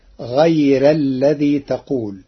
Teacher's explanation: قرأ ورش كلمة غير بترقيق الراء فتصير غير الذي تقول لوجود الياء الساكنة قبلها.